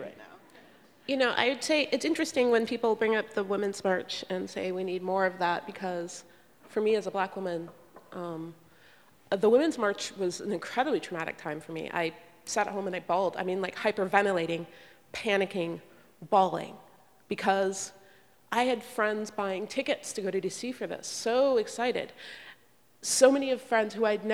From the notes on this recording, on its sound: This “Nasty Women” book tour event was presented by Town Hall Seattle in partnership with NARAL Pro-Choice Washington at Seattle First Baptist Church.